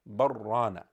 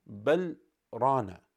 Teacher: And so the lam is completely missed out. · Shown in: first take · But when you have the sakta, you're no longer merging. · Term: idgham